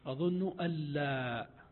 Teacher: فإن لم تنصب أن المضارع بأن تجعلها مخففة من الثقيلة كقولك أظن ألا يذهب زيد، فحينئذ تدغم لفظا إلا أنك تفصل في الخط، تدغم لفظا لأن النون الساكنة إذا جاءت بعدها لام فالحكم إدغام. أظن ألا، إلا أنها في الخط تفصل، تكتب النون ساكنة وحدها بعدها لا وحدها، وهذا هو الفرق بين الناصبة وغير الناصبة.